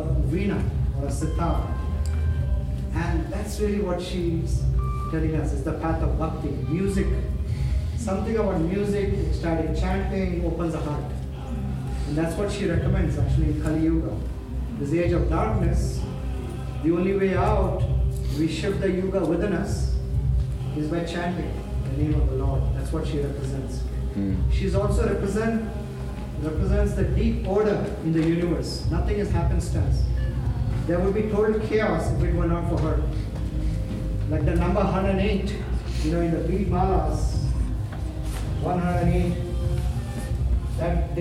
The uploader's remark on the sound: Captivated a roomful of attendees. I recorded this on the fly — so my apologies if the sound isn’t the best.